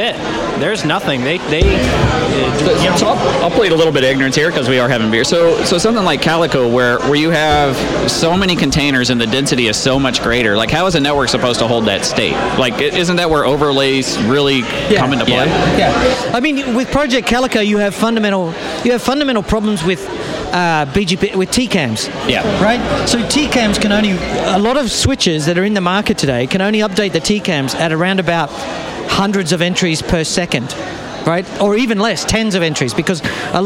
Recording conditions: busy venue